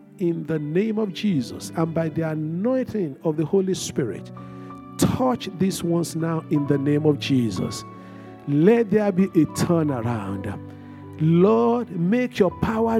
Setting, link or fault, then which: setting, large echoing room